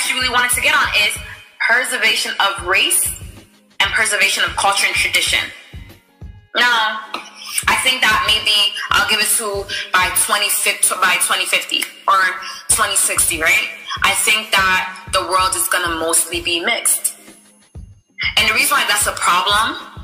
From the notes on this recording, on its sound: bare with us on the audio as we were practicing social distancing